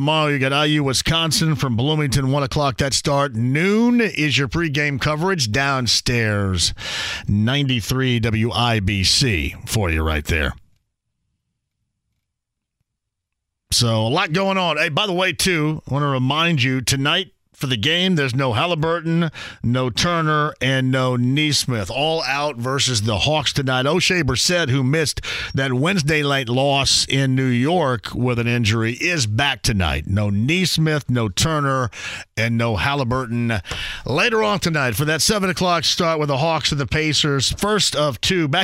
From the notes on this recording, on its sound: Opening up the phone lines to talk to some listeners! Opens up the phone line again as listeners call. Continuing to take some calls from listeners.